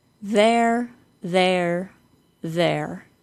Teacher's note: The first sound is a voiced T-H. Then we say an R-controlled vowel, the A-I-R sound. The word has only one syllable. If you're saying it as two, it will sound like you're not saying the contraction for they are.